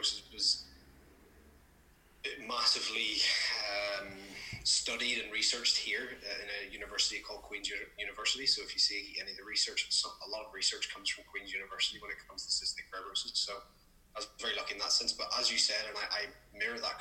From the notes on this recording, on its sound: the audio wont be as clear as other episodes as this was done over zoom